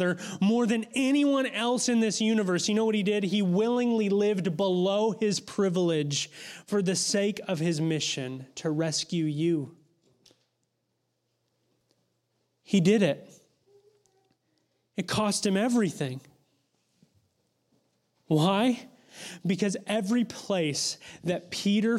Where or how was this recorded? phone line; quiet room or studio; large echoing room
large echoing room